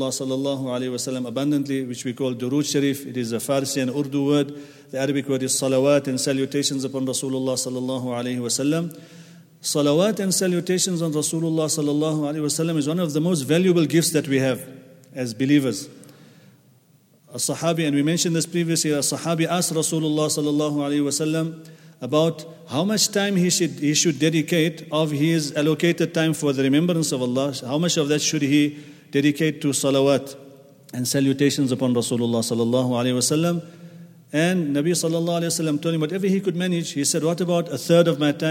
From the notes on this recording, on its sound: at the Houghton Masjid (West Street)